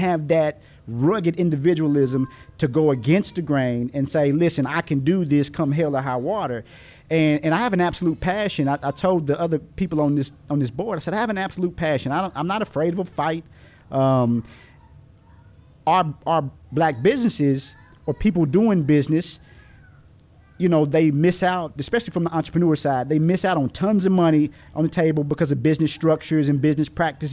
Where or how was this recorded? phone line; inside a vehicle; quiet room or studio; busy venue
busy venue